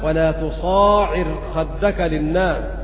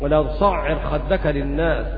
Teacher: قوله تعالى ولا تصعر خدك للناس قرأت بمد بالمد، ولا تصاعر مد الصاد ألف بعدها وتخفيف العين · Shown in: first take